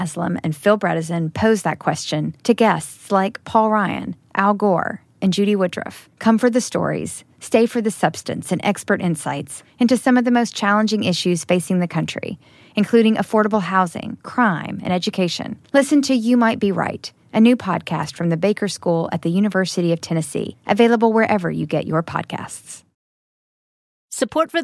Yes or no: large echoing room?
no